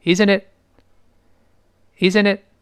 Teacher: Isn'tit？”本来是 isn'tit，但是它轻轻浊化成 the，因为前后声带都震动嘛，对吧？Isn't it? Isn't it?但最后后面那个 t 失去爆破了